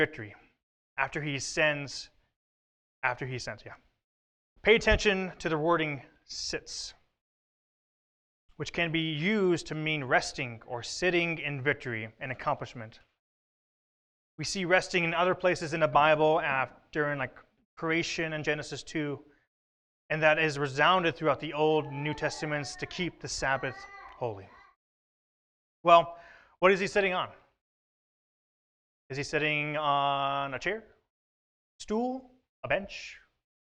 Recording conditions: large echoing room